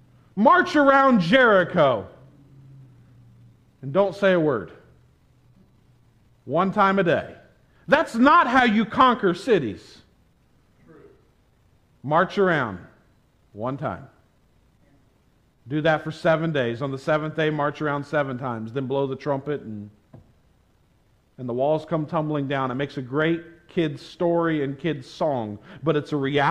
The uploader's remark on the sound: This sermon was preached at the Tarrant Bible Methodist Church on May 1, 2022.